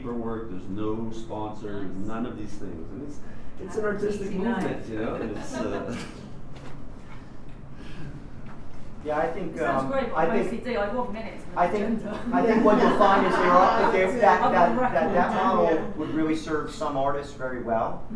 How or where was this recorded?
busy venue